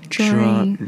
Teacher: so it's more of a J sound than a dr sound